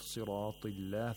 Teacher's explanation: The راء has تَفْخِيمٍ because it has ألف المد.